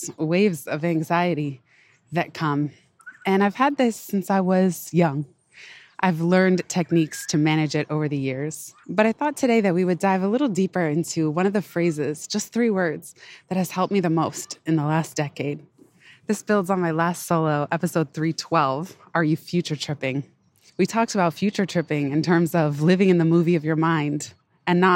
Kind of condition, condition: setting, outdoors